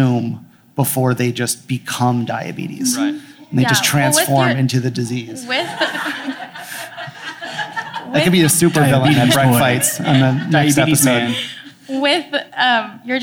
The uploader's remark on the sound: Live from Los Angeles. In front of a live audience in Los Angeles.